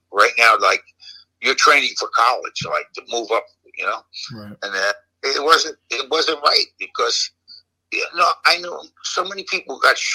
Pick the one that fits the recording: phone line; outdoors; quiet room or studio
phone line